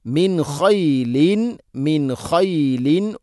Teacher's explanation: സാക്കിന നൂന് ശേഷം ഖ ഇദ്ഹാർ വെളിവാക്കി ഉച്ചരിക്കണം